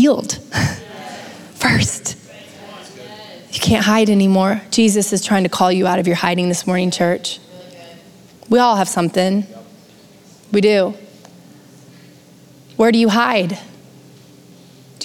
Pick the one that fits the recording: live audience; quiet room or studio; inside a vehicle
live audience